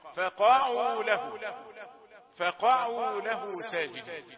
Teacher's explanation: وضغط الصوتي على القاف لمعرفة أو للإعلام بأن بداية الفعل هو القاف · Term: الضغط الصوتي